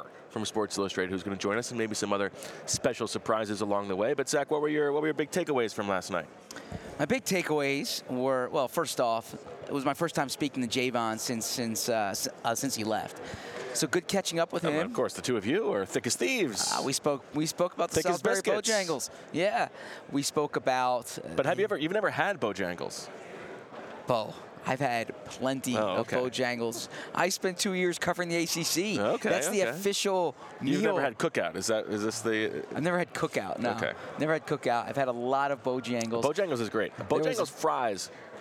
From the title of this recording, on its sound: From Super Bowl radio row: Sights and sounds from media night